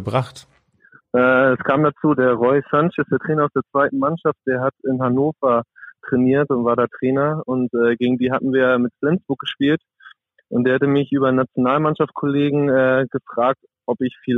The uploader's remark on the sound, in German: Der 20-jährige Rückraumspieler der Eulen Ludwigshafen erklärt im Podcast am Telefon.